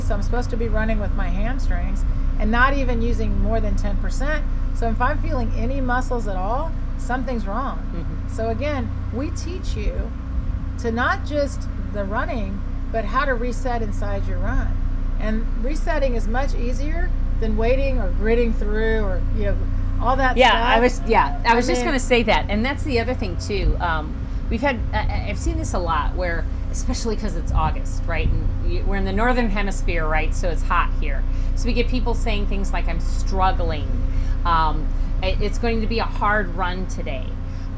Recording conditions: sounds in the background